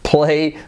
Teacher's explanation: Y esa P, fijaos, aspirada